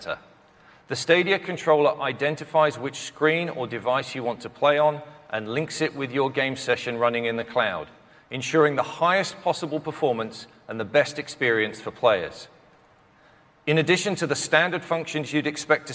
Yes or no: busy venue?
yes